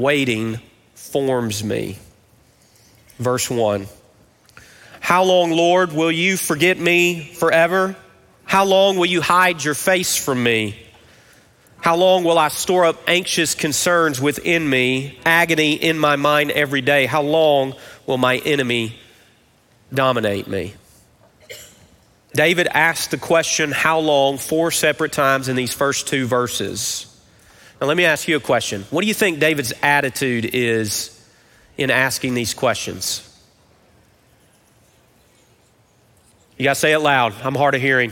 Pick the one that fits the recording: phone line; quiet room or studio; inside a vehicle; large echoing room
large echoing room